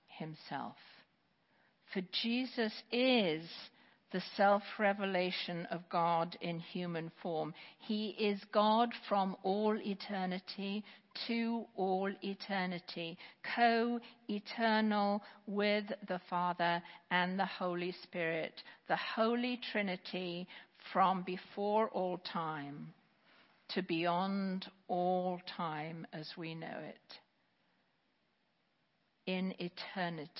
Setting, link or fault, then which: setting, large echoing room